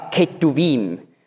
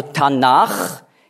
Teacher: Und Ch steht für K, Ketuvim. Aber man sagt dann Ch, weil dieser Konsonant weich ausgesprochen wird, wenn ein Vokal voraufgeht · Shown in: second take